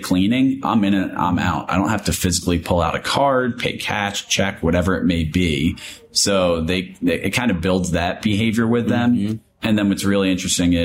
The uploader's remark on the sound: Live at MDIBS CEO Roundtable 2023